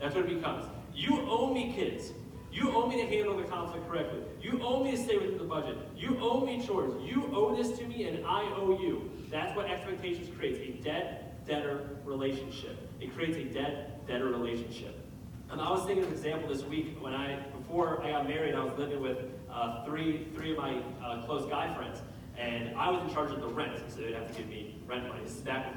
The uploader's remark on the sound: We had some technical difficulties this week, so please excuse the audio quality.